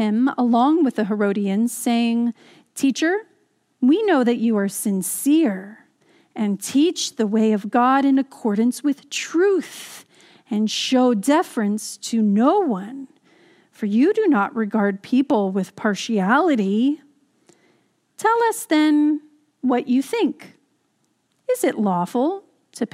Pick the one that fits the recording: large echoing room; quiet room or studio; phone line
large echoing room